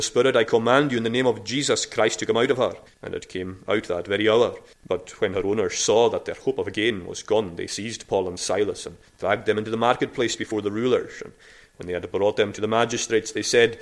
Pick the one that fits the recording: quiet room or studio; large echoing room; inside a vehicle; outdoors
large echoing room